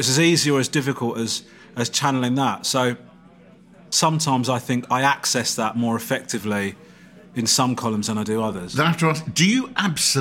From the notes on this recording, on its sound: A lively meal in New York City, for this episode of Out to Lunch recorded before lockdown. Lunch at Crown Shy.